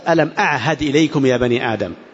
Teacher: نجد الهمزة والعين والهاء كلها مخرجها حلقي وهي متجاورة ومع ذلك سليمة وخفيفة الظل، ألم أعهد إليكم يا بني آدم.